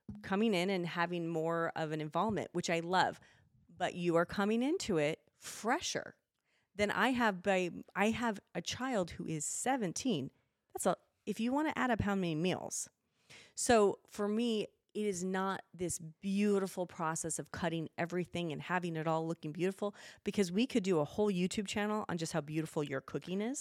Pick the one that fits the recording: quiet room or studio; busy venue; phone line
quiet room or studio